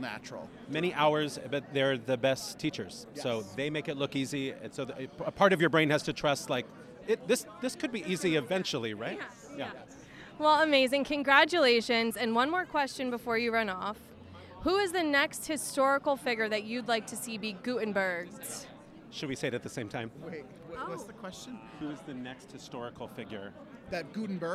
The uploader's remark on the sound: Is live on the red carpet of Gutenberg! Live from Gutenberg! The Musical! Red Carpet. Is live on the red carpet of Gutenberg!